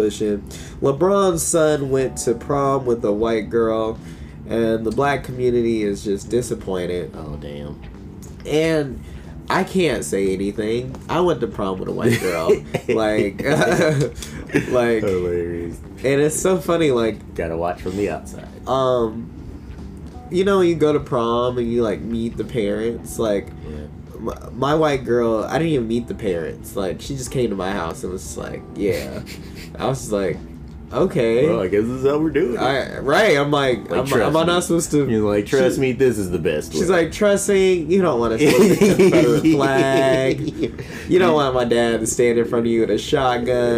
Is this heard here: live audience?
no